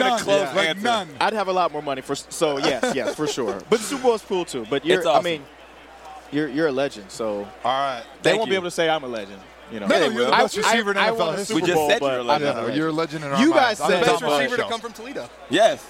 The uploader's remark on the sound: live from Radio Row in Minnesota